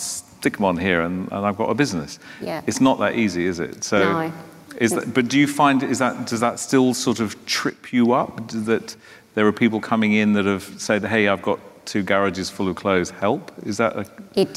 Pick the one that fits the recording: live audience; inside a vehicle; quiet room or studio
live audience